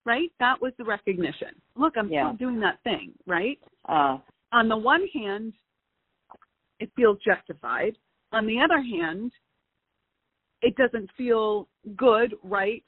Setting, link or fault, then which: link, phone line